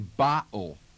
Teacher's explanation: Now, in some parts of New York, with the medial T followed by an L sound or an O sound, you'll get a glottal stop